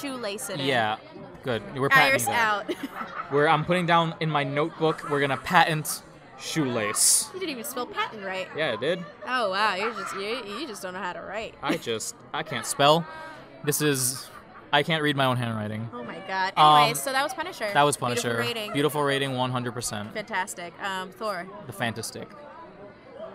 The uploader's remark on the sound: Apologies in advance for the café background noise; recording locations have been scarce.